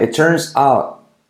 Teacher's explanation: la T de out casi no se dice